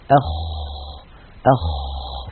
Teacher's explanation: من أولى صفاته أنه مهموس، يعني يجري معه النفس، أخ، فلا بد من إجراء هذا الهمس الذي هو جريان النفس. أيضا الخاء حرف رخو، يعني قابل للتطويل، يجري معه الصوت